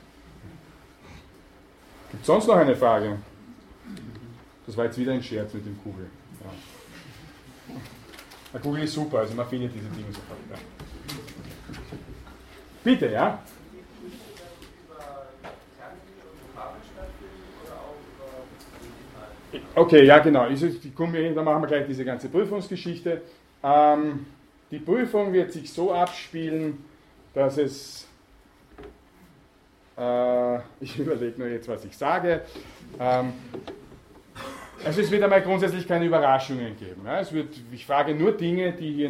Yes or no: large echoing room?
yes